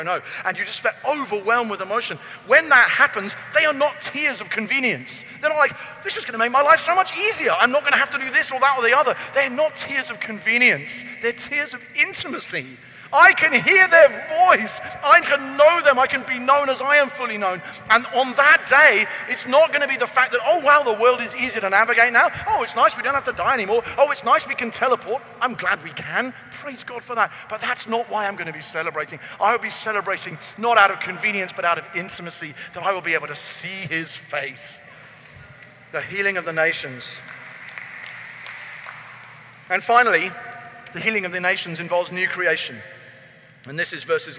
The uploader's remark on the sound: keynote message at Convergence Conference